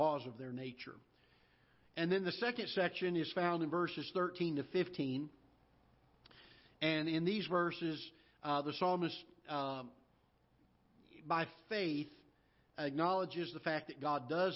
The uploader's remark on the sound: Ketha Heights Baptist Church ~ Live Broadcast